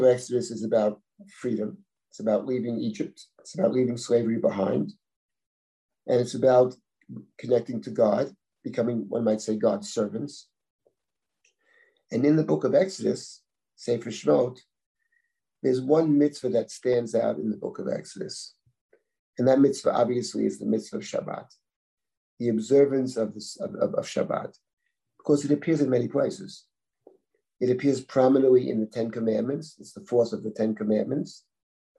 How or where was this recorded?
video call